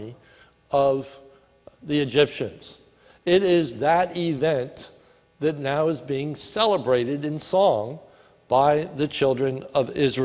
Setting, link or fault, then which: setting, large echoing room